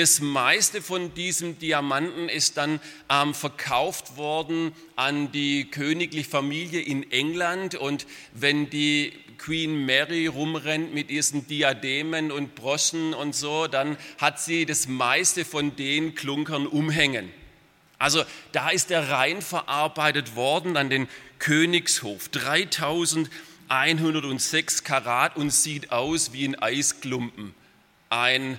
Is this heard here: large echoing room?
yes